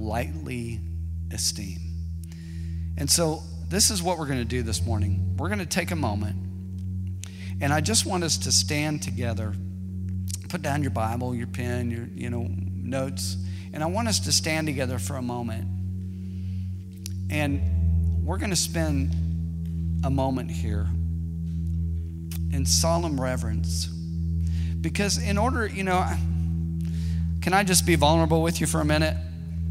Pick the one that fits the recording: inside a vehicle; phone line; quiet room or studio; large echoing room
large echoing room